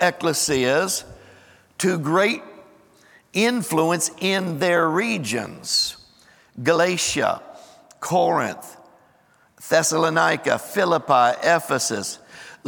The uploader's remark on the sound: Recorded live on 12/31/23.